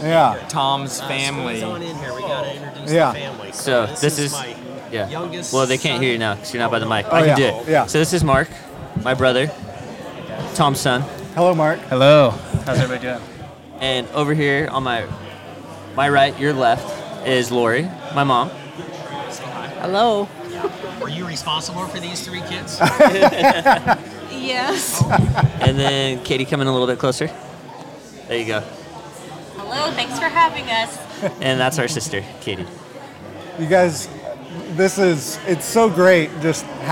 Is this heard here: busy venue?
yes